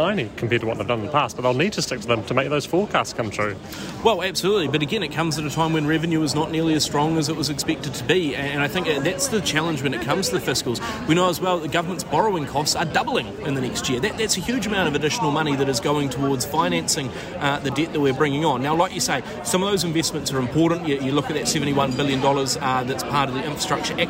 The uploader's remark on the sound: Live from inside the Budget 2023 lockup